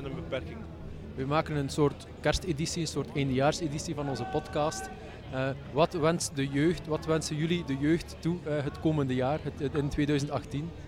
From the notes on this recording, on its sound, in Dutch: Voor deze aflevering trokken we met een deel van het panel live naar de kerstmarkt van Roeselare.